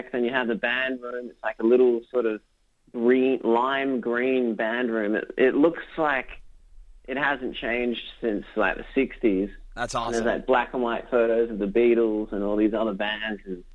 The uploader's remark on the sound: called into the show